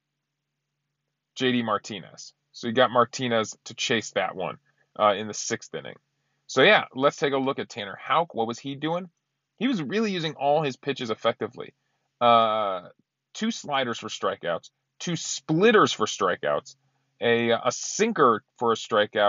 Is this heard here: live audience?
no